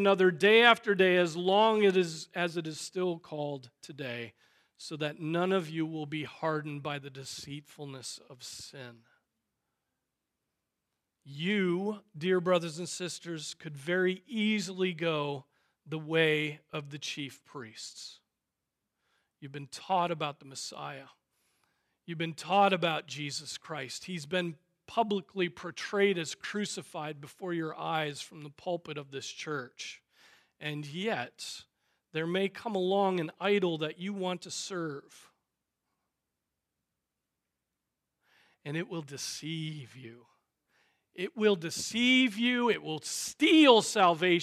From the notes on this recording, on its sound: Preached on July 9, 2023 at Trinity Presbyterian Church